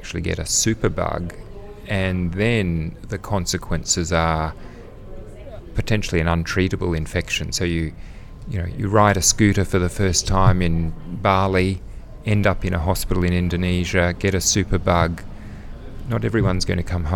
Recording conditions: busy venue